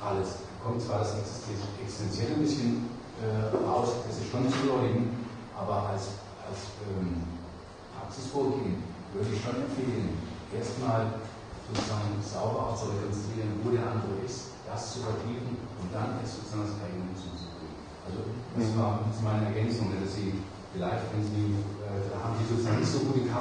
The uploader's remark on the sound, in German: Diskussion zum Vortrag.